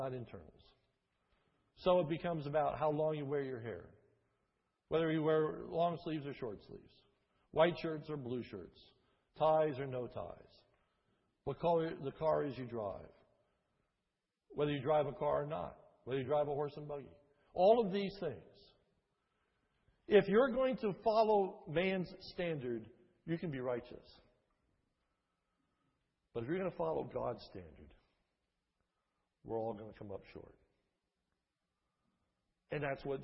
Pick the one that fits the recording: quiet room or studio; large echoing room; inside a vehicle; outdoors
large echoing room